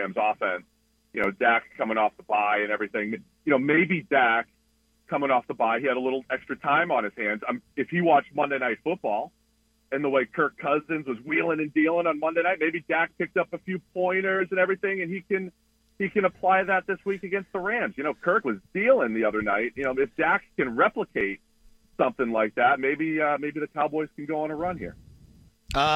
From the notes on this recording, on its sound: Joins the show on the Farm Bureau guest line talking about the biggest stories in the NFL live in the BankPlus Studio.